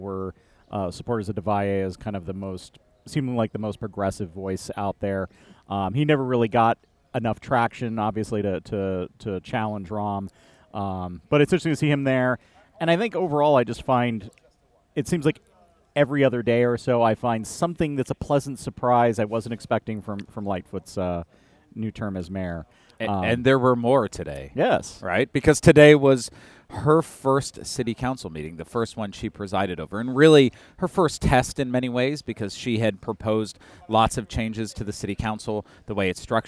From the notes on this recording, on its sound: it was great weather to be in Half Acre’s Balmoral beer garden.